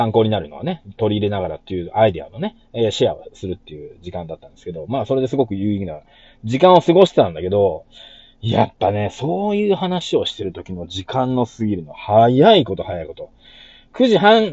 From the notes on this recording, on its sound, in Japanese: 音割れすいません